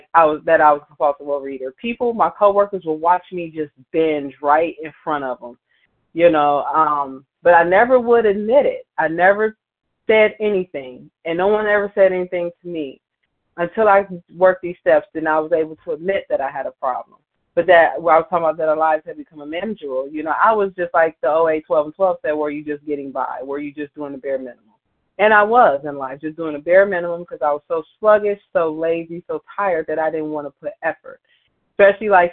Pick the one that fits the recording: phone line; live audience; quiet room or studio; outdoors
phone line